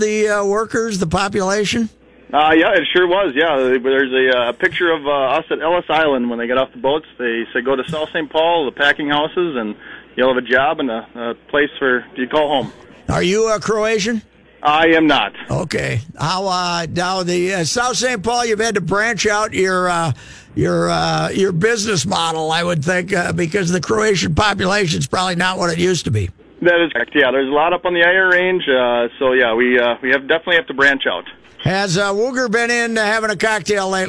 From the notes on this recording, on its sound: The guys call in to the Croatian Hall in South St.